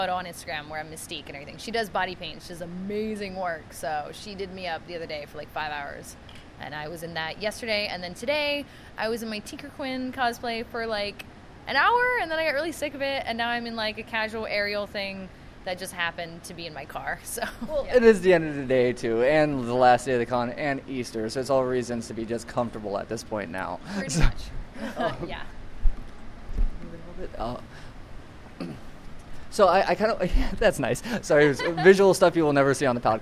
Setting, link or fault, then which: setting, busy venue